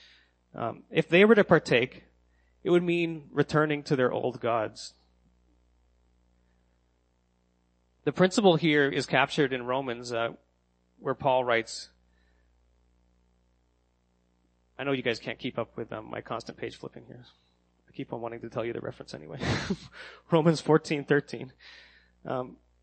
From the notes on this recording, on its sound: sermon that I gave at Next Church in Kingston